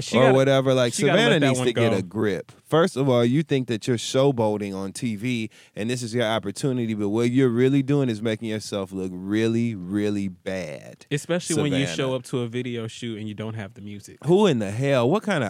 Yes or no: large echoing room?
no